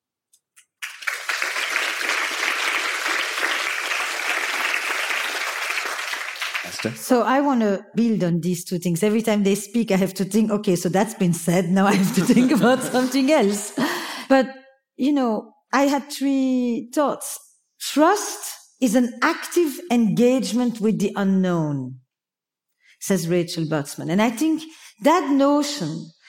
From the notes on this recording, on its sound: In this unique (juicy!) episode live from Mindvalley's A-Fest Ibiza stage.